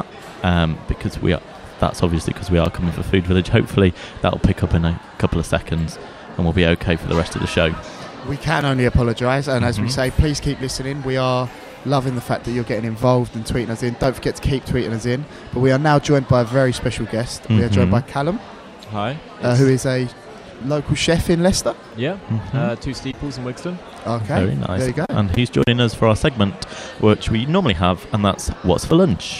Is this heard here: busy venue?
yes